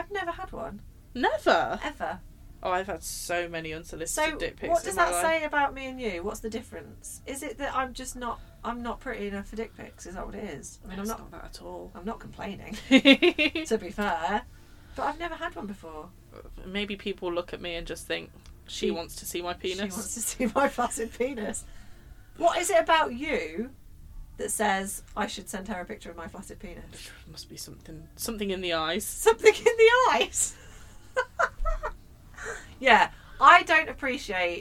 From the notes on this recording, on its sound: Someone is walking around in the background stomping throughout the entirety of this episode, sorry!